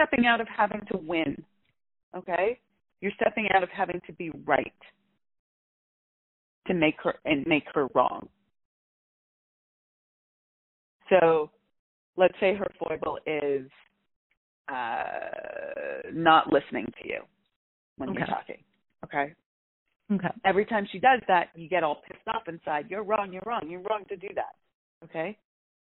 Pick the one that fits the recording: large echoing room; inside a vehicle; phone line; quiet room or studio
phone line